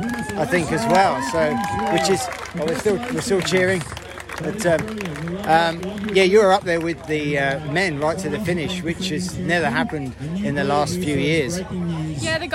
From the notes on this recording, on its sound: grabbed some interviews live at the race